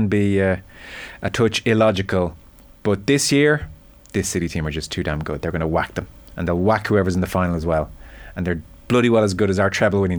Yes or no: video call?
no